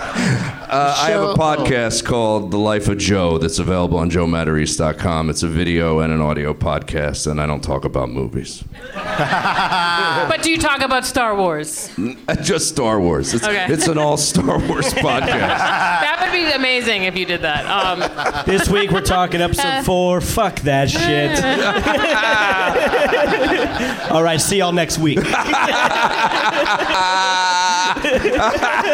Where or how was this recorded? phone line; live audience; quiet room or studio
live audience